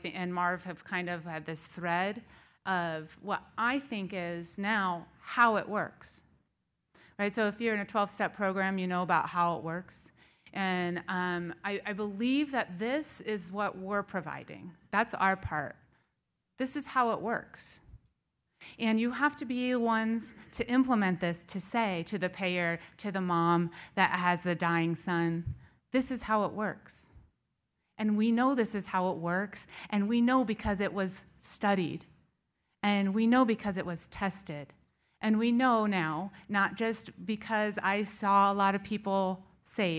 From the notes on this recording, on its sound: General Session 2 of the 40th NAATP Anniversary Conference of the National Association of Addiction Treatment Providers (NAATP) at the Interlocken Resort in Denver Colorado